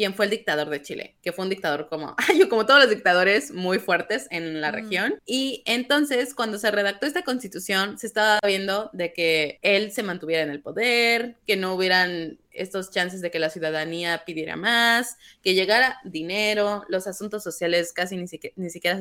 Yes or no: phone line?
no